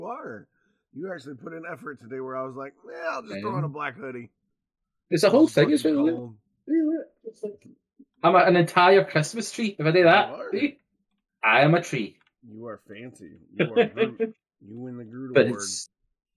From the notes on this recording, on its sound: Apologies for the audio quality. Is extremely quiet in this episode.